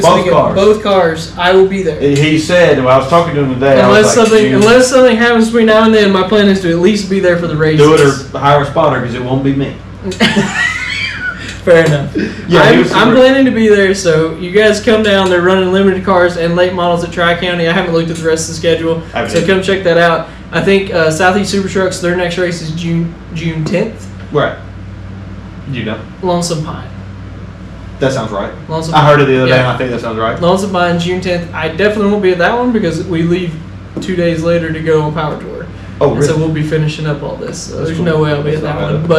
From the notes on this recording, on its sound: Ignore the terrible sound quality